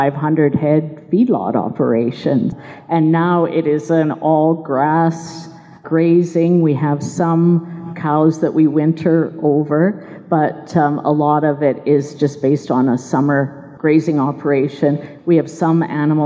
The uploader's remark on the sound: LIVE Broadcast: Organic Alberta 2020 Conference. You'll be hearing a LIVE Broadcast from my recent presentation at the Organic Alberta 2020 Conference.